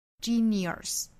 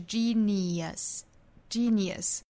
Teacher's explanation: 一个就是末尾的这个元音不要读卷舌的 · Shown in: second take · genius,应该是 genius, genius.那还要注意字母 I 和字母 U 对应两个音节，也就是两拍 nia, nia.所以这个词其实是有三音节 da da da, genius, genius, genius, genius, genius.那读得快一些呢就是 genius, genius.